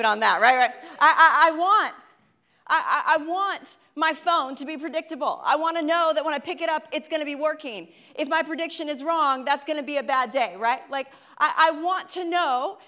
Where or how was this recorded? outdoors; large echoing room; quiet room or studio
large echoing room